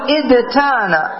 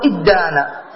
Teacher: الفعل دانا، دانا إذا بنيت منه على افتعل تقول ادتانا، أصله ادتانا، ثم تقلب التاء الافتعال دالا · Shown in: second take · فتقول ادانا، دانا ادانا.